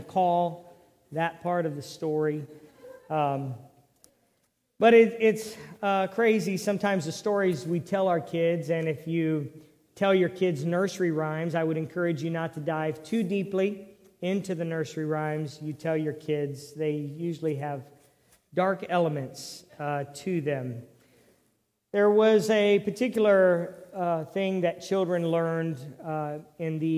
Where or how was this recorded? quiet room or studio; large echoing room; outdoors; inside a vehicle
large echoing room